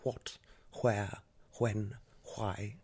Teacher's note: They used to aspirate their W's